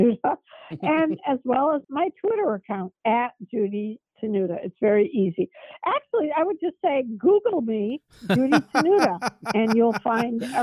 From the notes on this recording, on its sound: This phone interview is being released uncut and with no promos or sponsors.